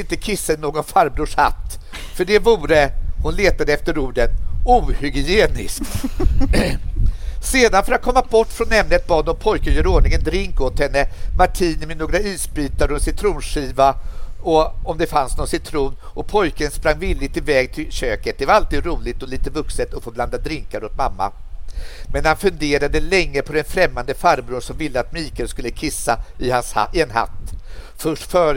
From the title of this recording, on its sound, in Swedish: LIVE från Stockholms Kulturfestival